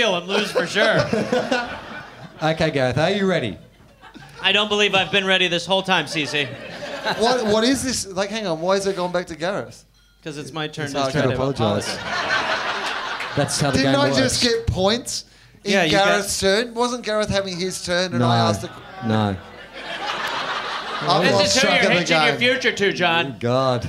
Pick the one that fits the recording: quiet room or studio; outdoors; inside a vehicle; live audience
live audience